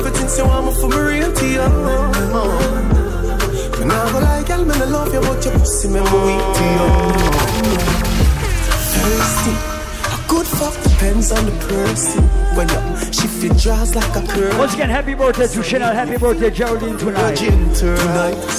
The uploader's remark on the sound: LIVE AT ISLAND SATURDAYS ON APRIL 27TH